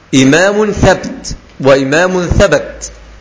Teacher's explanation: هذا الثاء مخرجها ظهر طرف اللسان عند التصاقه برؤوس الثنايا العليا